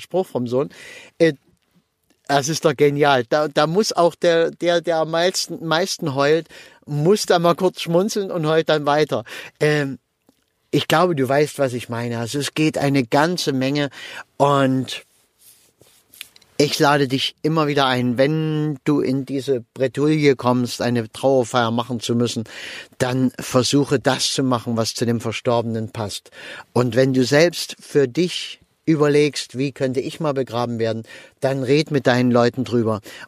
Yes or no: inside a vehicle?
yes